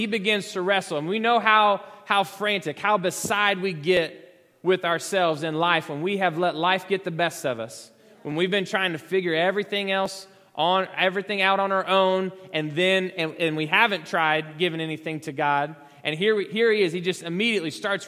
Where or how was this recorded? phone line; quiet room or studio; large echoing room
large echoing room